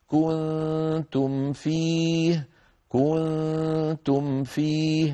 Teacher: ليس ثمة إخفاء بين الميم الساكنة والفاء · Term: ميم ساكنة